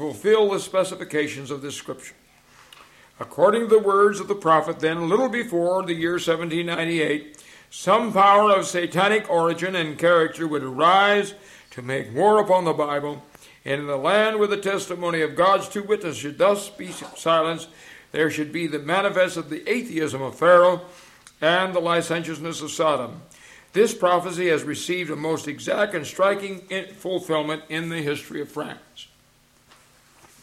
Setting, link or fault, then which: setting, large echoing room